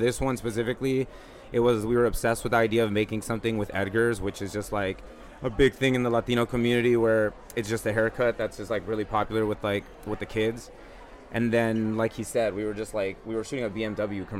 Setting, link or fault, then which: setting, busy venue